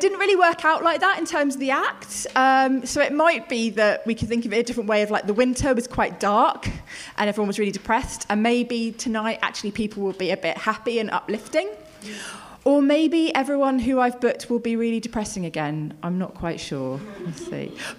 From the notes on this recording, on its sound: This week's episode is the second act of our Tragic Summer live show which took place at the Hackney Attic on June 6th